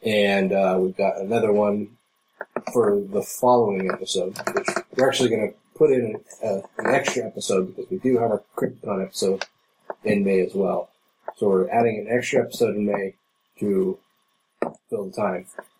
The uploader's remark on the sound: We then re-recorded it, only to have a terrible clicking noise appear 20 minutes in and last throughout. We apologize for the quality and believe us when we say this won't happen again.